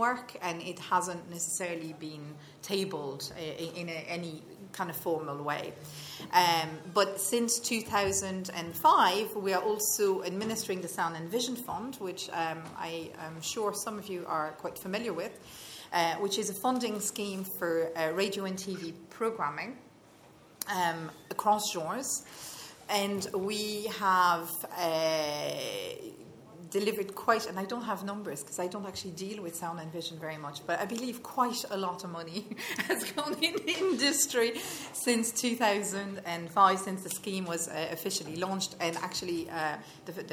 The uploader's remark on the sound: Recorded live at the 2019 Galway Film Fleadh.